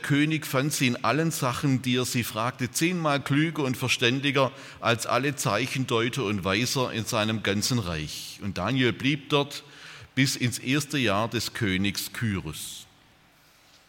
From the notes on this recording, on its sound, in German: aus dem Gottesdienst der Liebenzeller Mission